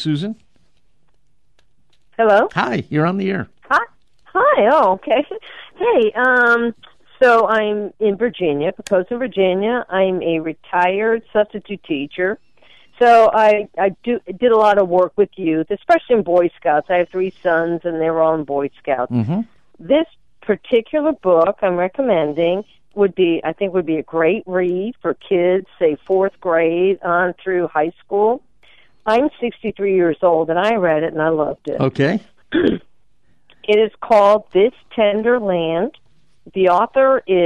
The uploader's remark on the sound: We're opening up the phone lines today!